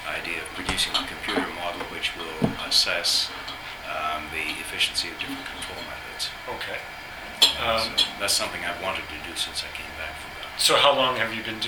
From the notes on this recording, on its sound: At the 50th Anniversary event at UBC. This podcast was recorded during CUSO-VSO's 50th Anniversary Kick-off celebrations in Vancouver, BC.